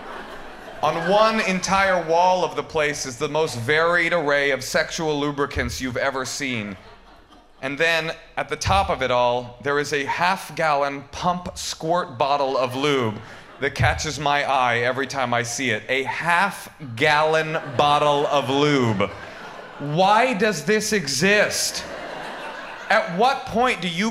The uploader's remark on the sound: These performances from our recent live show